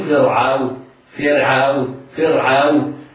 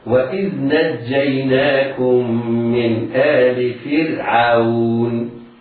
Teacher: فرققت راءه واستحال تفخيمها بحال من الأحوال · Shown in: second take · Term: ترقيق الراء